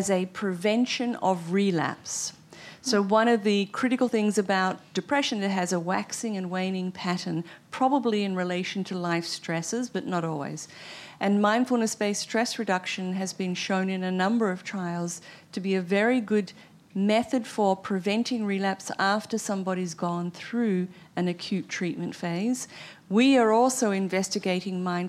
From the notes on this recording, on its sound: the Zócalo/UCLA event took place at the House of Sweden in Washington, D.